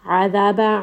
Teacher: ayn from the middle of the throat, that is a two-count med.